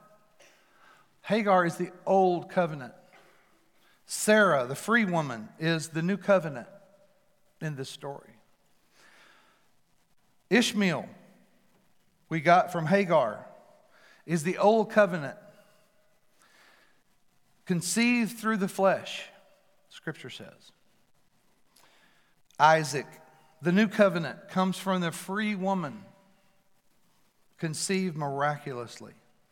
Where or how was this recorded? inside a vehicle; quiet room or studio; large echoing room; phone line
large echoing room